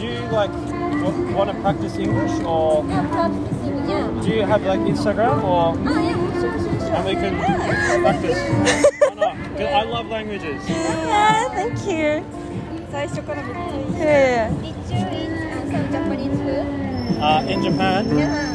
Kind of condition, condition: setting, outdoors